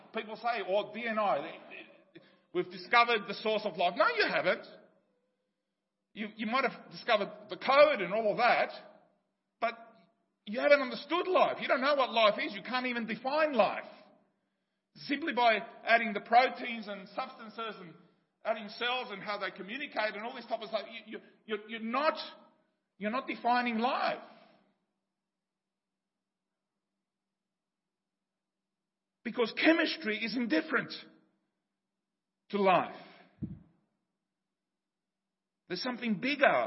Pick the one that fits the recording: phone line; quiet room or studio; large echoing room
large echoing room